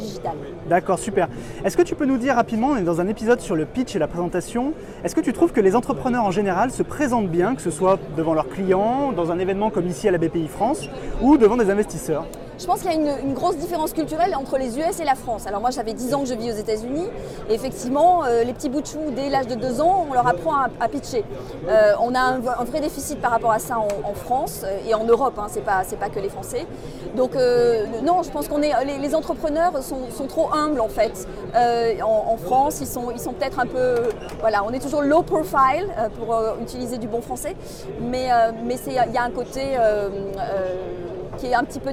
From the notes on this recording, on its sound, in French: Le MSB show était en direct sur le plateau TV de BPI France pendant éventement BIG fin Mai 2016.